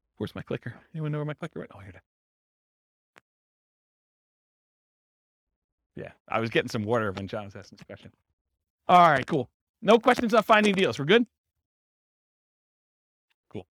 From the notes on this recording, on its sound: This was a live class recorded